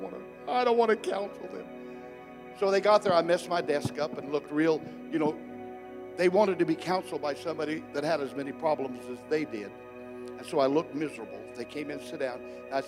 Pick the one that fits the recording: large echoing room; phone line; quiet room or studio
large echoing room